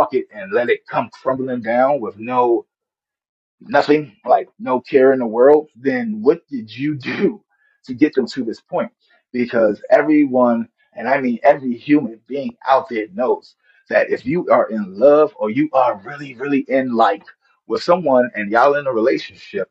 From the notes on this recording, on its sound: This was a live talk given to over 2100 listeners. Please forgive the audio a little.